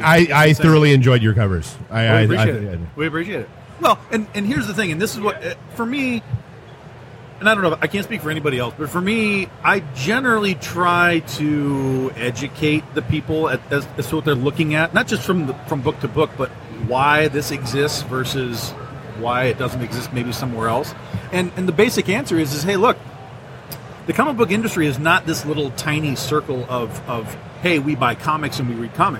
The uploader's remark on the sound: Live from Motor City Comic Con